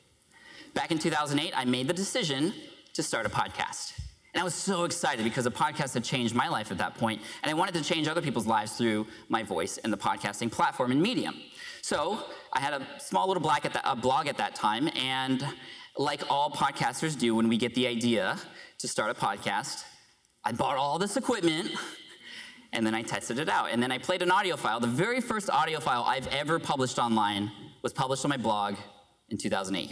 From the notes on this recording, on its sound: Podcast Movement 2015 Opening Keynote